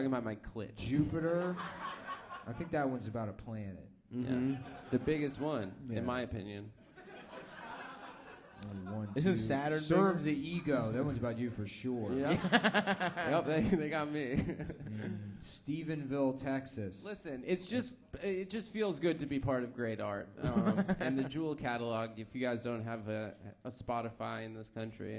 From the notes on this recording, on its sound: Brisbane (Live Show).